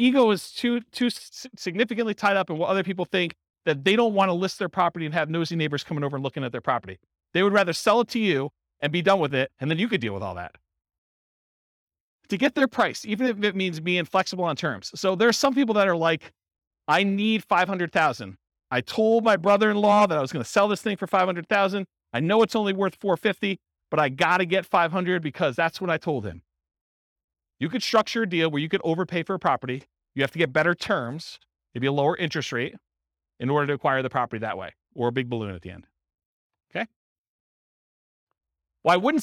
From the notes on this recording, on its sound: This was a live class recorded. Burlington, Vermont.